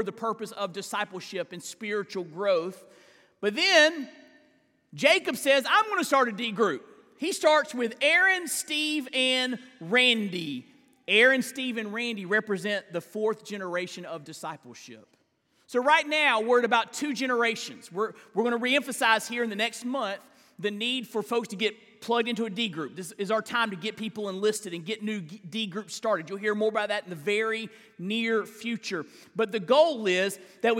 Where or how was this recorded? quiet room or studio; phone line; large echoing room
large echoing room